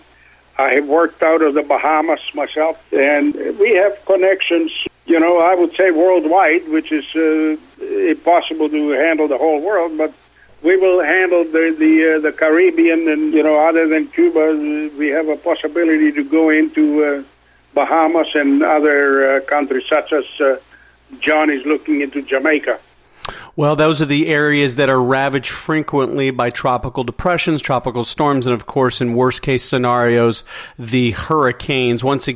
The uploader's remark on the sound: called in to SmallCapVoice